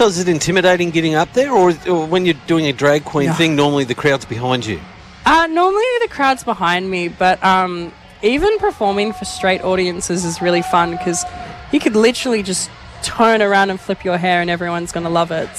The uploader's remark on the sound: At a special outside broadcast at the Out in the Open Festival Day 2023 at the Queen's Gardens, Shepparton.